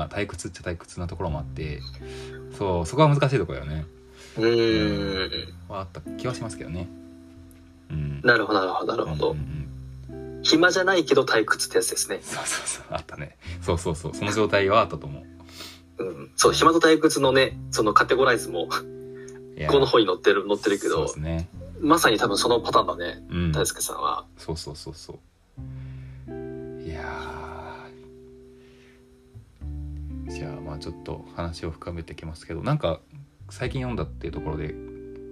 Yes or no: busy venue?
no